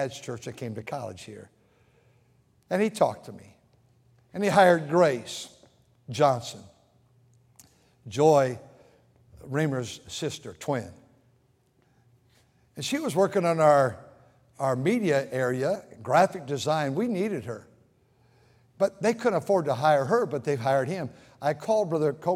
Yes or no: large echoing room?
yes